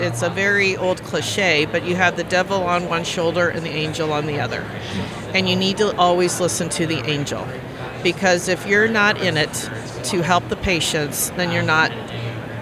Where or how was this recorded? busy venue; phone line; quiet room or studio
busy venue